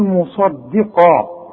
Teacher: الصاد مفخمة والقاف مفخمة، الدال مرققة